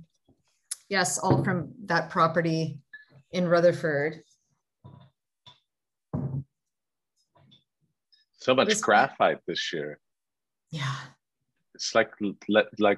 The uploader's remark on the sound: In this Zoom session